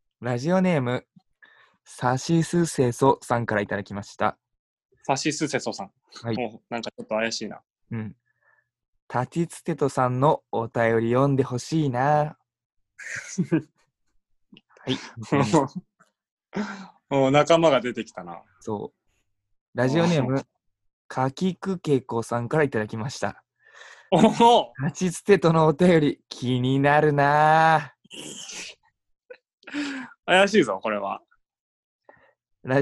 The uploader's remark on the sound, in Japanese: 今回はzoomによる収録です。